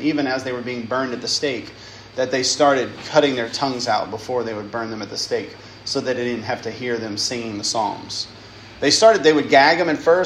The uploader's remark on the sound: lecture given at Christ Church Academy